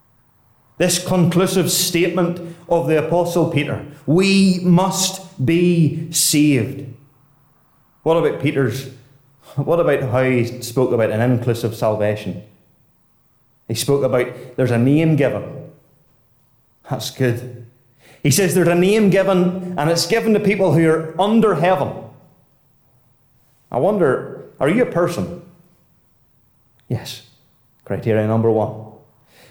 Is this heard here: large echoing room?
yes